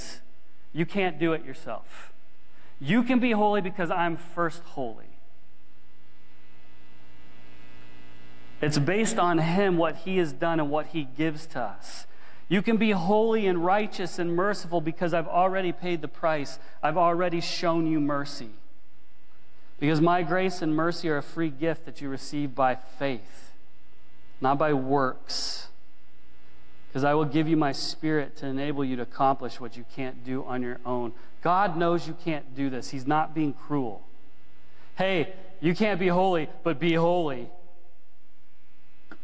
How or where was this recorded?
large echoing room